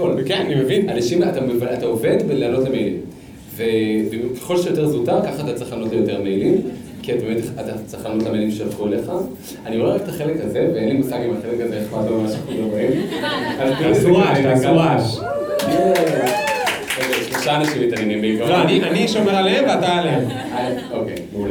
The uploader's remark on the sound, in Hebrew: נפגשנו לפופקורן לייב מול קהל חי ב-Rise תל אביב